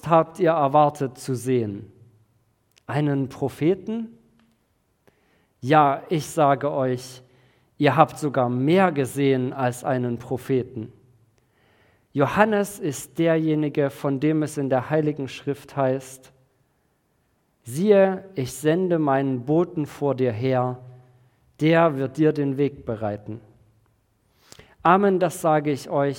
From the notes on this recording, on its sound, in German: Predigt im Rahmen des GreifBar+ Gottesdienstes